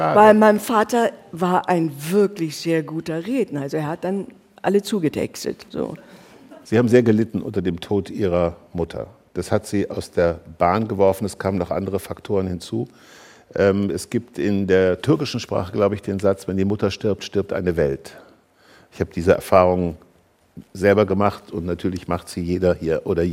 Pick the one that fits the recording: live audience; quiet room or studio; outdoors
live audience